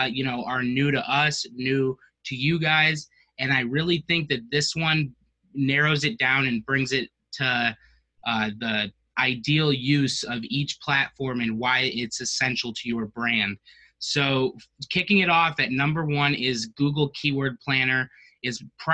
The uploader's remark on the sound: a LIVE webcast that airs every Wednesday at NOON Central (via Zoom and Facebook LIVE)